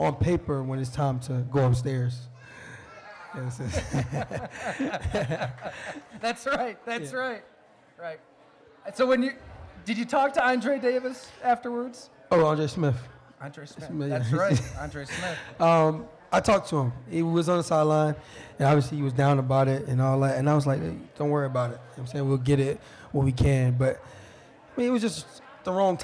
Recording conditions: busy venue